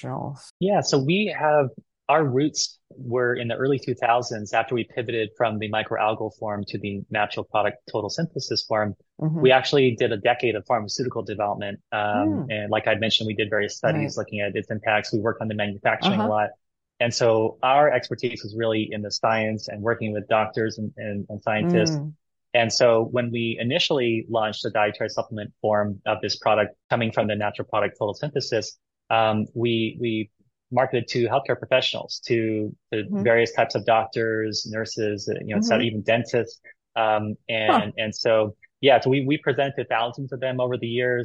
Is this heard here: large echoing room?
no